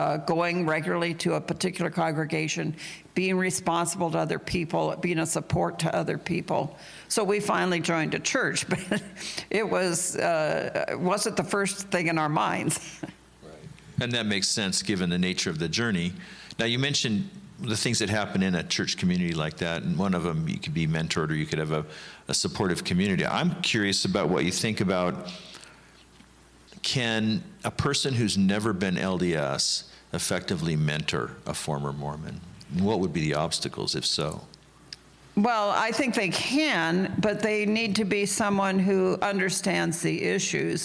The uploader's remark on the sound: interview conducted at the 2019 Faith After Mormonism Conference